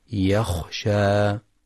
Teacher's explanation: يخطئ من يقرأ يخشى قريبة من يغشى، والصواب تحقيق الخاء